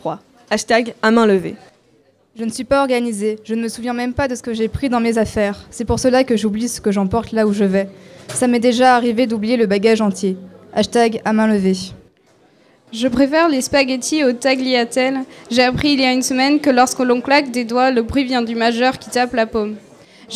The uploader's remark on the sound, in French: Lecture en public au LP2I, le 17 octobre 2019.